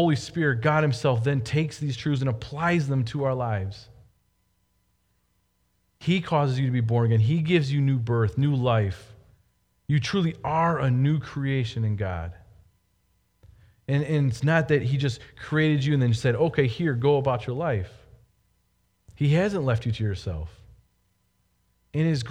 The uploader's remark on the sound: Delivered Sunday, May 3, 2020 at Woodridge Community Church (New Berlin, WI).